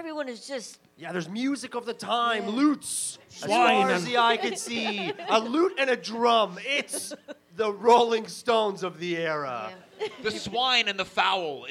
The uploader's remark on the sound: The best part - it's made up on the spot in front of an audience. This live podcast recording features an improvised Christmas ghost story. At Theatre VME in Montreal.